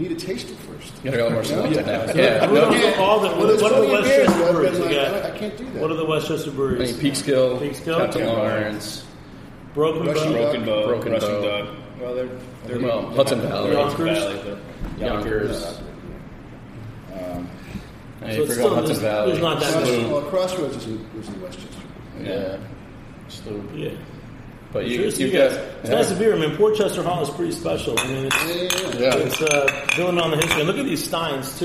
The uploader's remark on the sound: On location at Portchester Hall in Westchester.